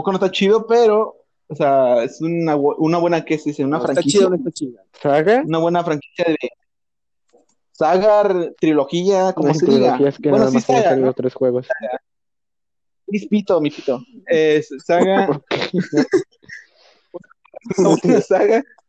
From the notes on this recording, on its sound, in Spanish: el audio de este podcast no es de la mejor calidad